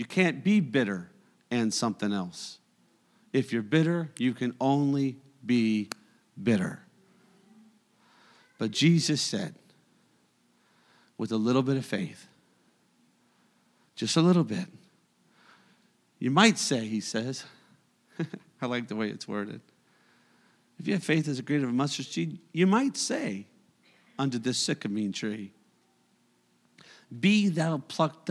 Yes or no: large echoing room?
yes